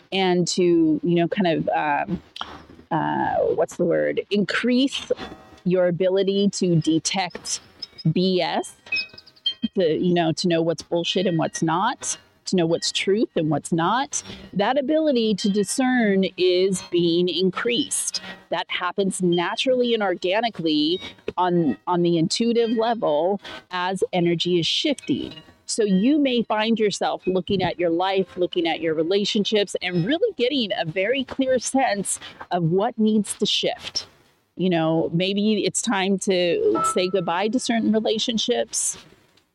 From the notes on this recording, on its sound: raw and uncut solo podcast recorded outside on a stormy day